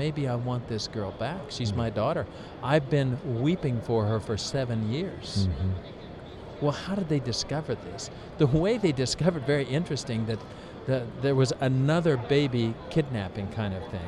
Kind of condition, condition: setting, busy venue